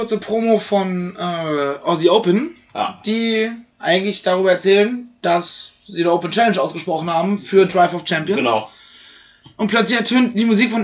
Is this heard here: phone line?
no